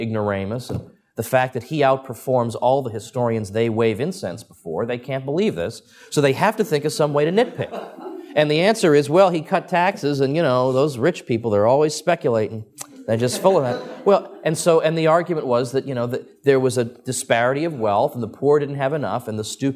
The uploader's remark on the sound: Recorded at Mises University 2010.